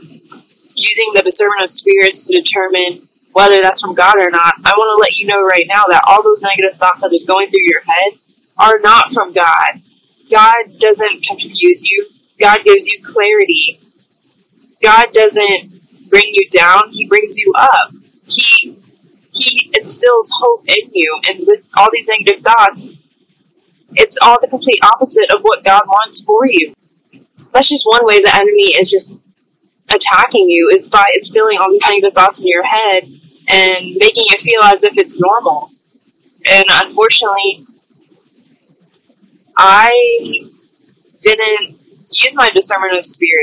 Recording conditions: poor sound quality